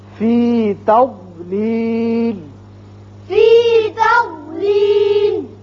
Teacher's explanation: ضاد پر پڑھا جاتا ہے، اور زبان کی کروٹ اور اوپر والے بائیں طرف کی جو داڑے ہیں ان کے ساتھ لگتی ہے